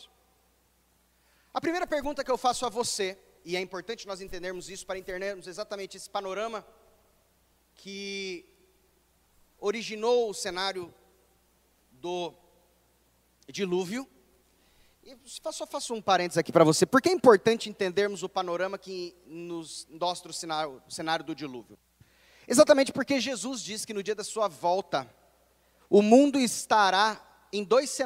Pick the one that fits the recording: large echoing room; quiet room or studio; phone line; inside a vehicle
large echoing room